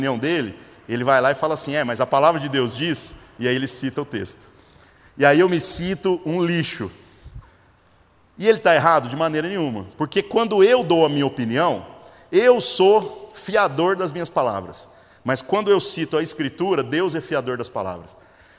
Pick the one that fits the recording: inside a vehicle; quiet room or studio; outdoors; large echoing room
large echoing room